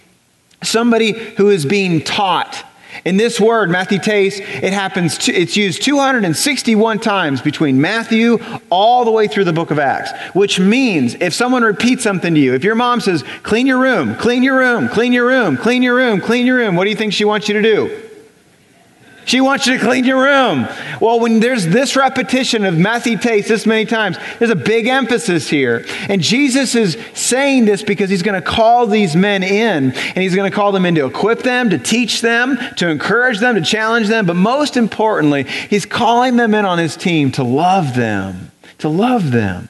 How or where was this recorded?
large echoing room